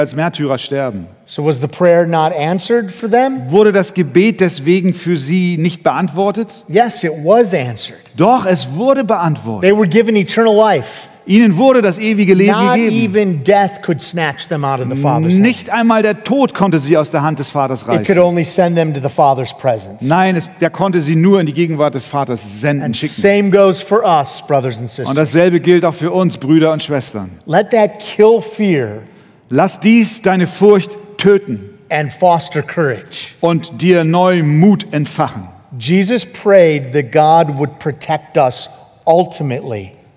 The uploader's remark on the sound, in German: Eine Predigt im Rahmen der Eckstein-Konferenz